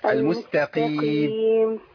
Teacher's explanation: القاف هنا مكسورة وإحنا قلنا القاف المكسورة في أدنى مراتب التفخيم